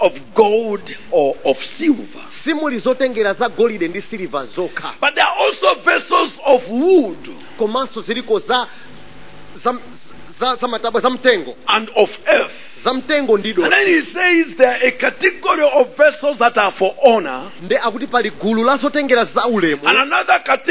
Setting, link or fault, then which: setting, large echoing room